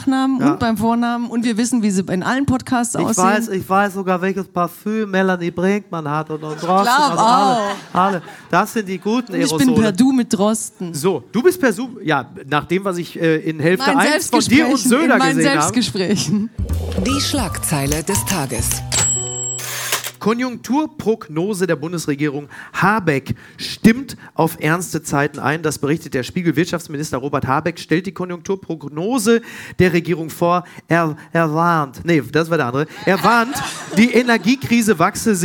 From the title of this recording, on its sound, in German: live aus Frankfurt